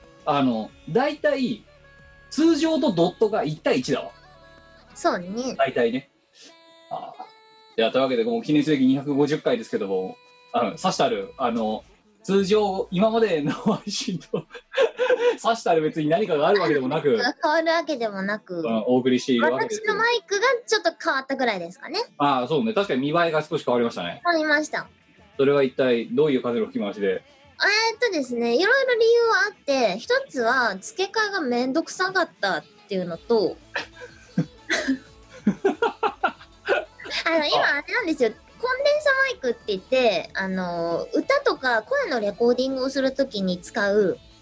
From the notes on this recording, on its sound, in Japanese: 本番組はリモート収録です。収録時環境の影響により、聴き取り辛い部分があります。